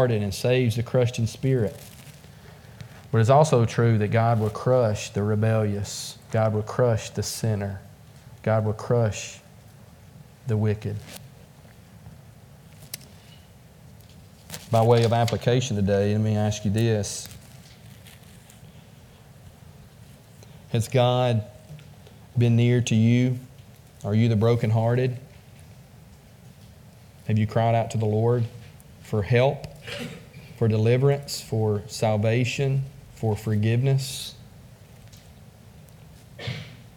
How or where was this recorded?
large echoing room